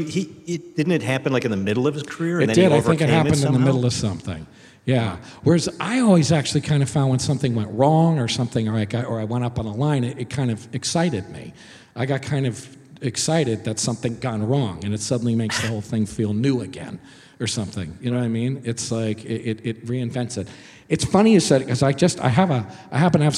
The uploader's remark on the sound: Recorded live at the Murmrr Theater in Brooklyn, NY.